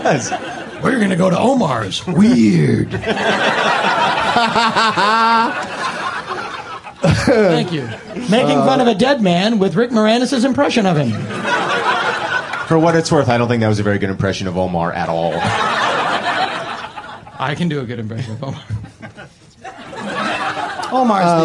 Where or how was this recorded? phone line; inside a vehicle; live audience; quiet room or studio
live audience